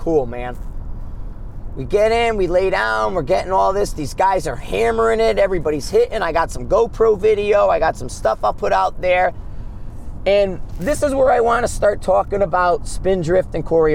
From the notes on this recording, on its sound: Driving Back from Gunsite, a road trip episode.